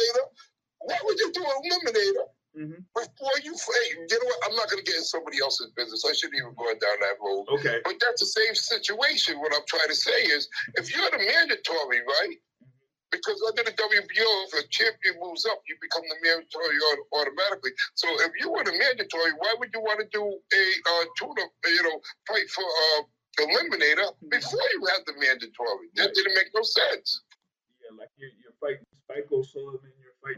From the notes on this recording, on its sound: Snippets from our phone conversation.